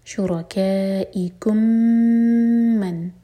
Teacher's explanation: میم اور میم کا ادغام، میم ہولڈ کریں گے